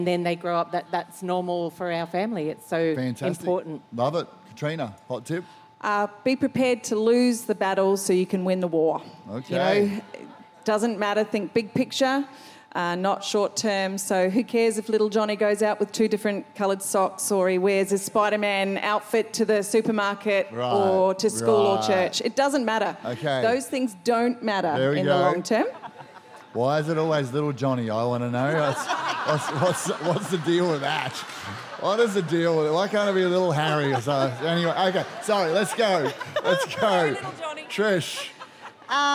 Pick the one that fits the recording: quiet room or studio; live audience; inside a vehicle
live audience